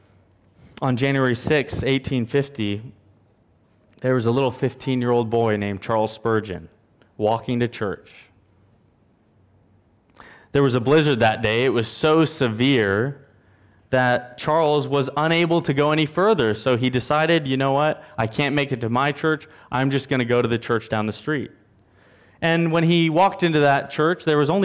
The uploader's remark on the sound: at Covenant Hope Church in Dubai, UAE, on Aug 07, 2022.